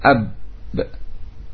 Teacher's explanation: seperti ba mantul pada makhrajnya, itu pada kedua bibir, ya, ketika disukun. Ab ba, ya, pantulannya itu dari makhrajnya. · Term: qalqalah